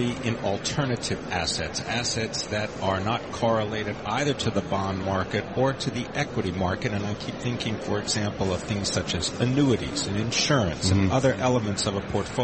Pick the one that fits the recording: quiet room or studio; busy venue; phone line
busy venue